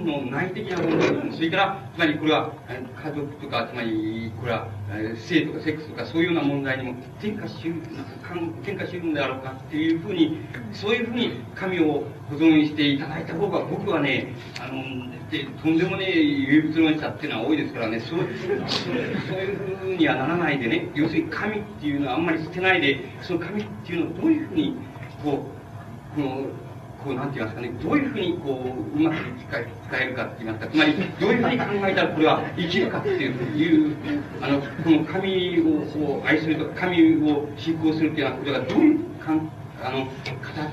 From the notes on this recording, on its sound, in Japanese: 音質：２。場所：文京区民センター。止揚の会と西荻南教会によるイベント 「共同体論ティーチイン」での講演。周辺のノイズが入っており、 音質はあまりよくない。